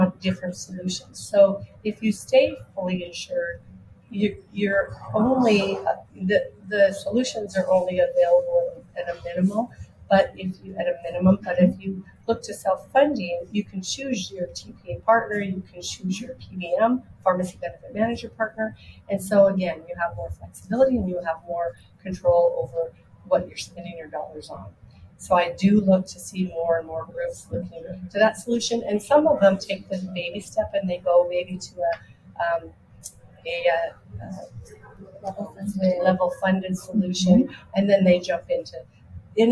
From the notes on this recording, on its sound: Live at the SIIA 2022 Engage Conference